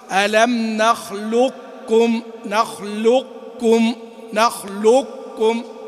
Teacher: وهذا في وجه آخر أنك تنطق زي ما قلت بسطة، ها نفس الشيء، يعني تطلع للقاف بس بدون ما تنطقها وبعدين تنزل على الكاف، ألم نخلقكم، نخلقكم، نخلقكم. · Term: الإدغام الناقص